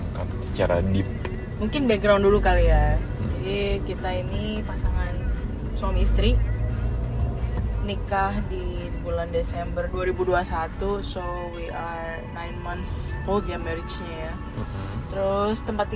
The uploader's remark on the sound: This is how we started our podcast, one Saturday in our car on the way to GOR Bekasi.